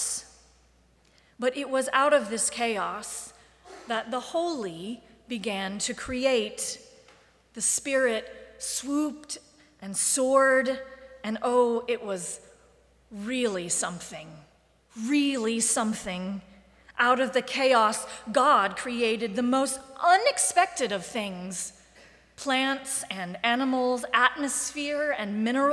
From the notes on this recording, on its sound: Live streamed from the sanctuary of Mayflower Congregational UCC Church in Oklahoma City.